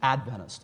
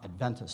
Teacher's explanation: the correct pronunciation is Adventist, emphasis on the first syllable · Shown in: first take · not Adventist, as many other Christians will often say.